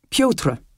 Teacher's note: allowing no space at all between the sharp-pointed T and the ruffly rolling R